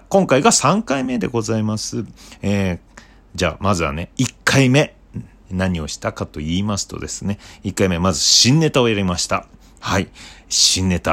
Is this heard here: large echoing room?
no